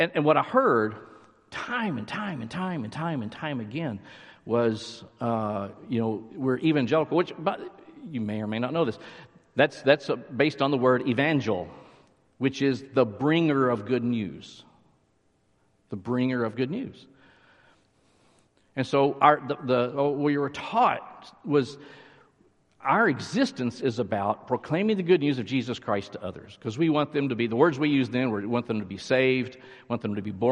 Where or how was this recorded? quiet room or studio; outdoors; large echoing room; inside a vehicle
large echoing room